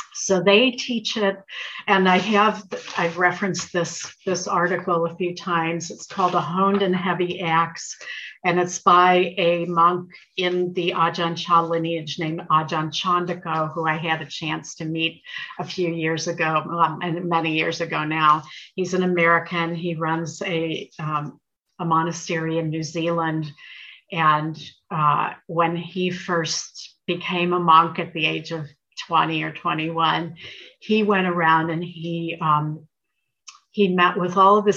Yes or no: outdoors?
no